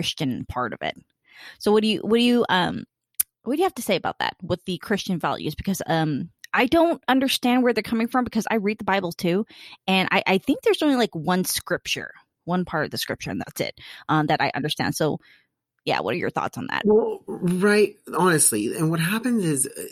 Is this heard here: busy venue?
no